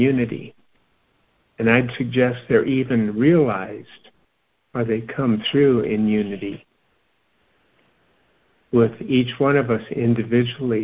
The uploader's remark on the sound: Joining together on a Free Conference Call.